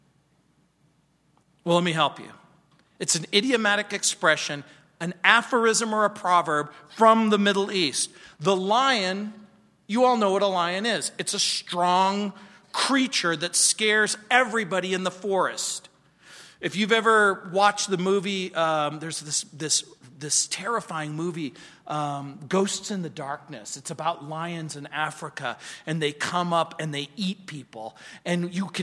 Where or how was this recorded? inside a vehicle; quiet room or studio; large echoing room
large echoing room